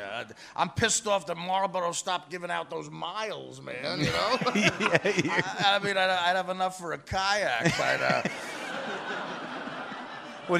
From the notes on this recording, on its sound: Taped at The Bell House in Brooklyn, NY.